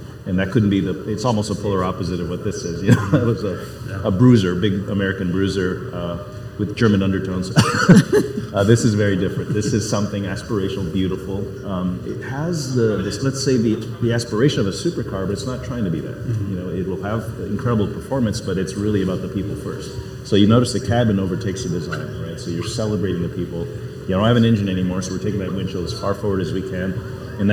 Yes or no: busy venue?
yes